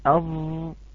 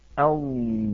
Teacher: صوت الضاد إخوة الكرام زمنه أطول من حرف الضاء